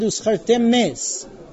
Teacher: if you have a mem in the end of the word and an aleph in the beginning of the word, so then it could also sound like one word. Meaning, uzchartem es could sound uzchartem mes.